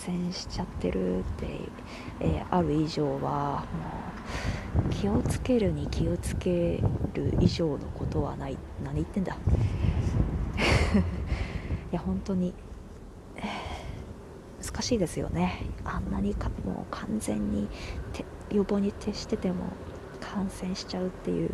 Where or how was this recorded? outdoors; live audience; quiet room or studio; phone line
outdoors